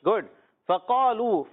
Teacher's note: काफ मोटा तो अलिफ भी मोटा, क्योंकि उर्फ मुस्ताली के बाद जो अलिफ आता है वो भी मोटा, या अलिफ से पहले उर्फ मुस्ताली आ जाए तो वो अलिफ मोटा हो जाता है, ठीक है।